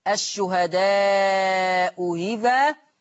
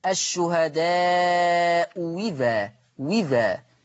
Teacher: فحكم الهمزة الثانية إما التسهيل أو الإبدال واو مكسورة. التسهيل هتبقى الشهداء إذا، والإبدال واو مكسورة الشهداء إذا وذا.